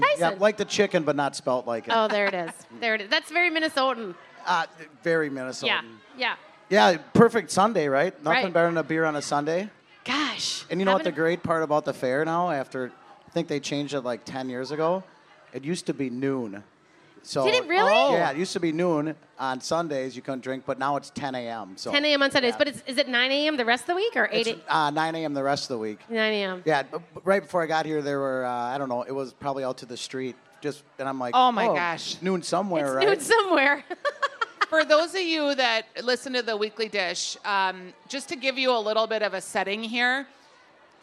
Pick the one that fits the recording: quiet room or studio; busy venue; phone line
busy venue